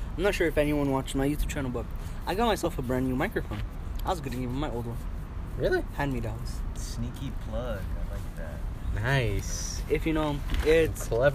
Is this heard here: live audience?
no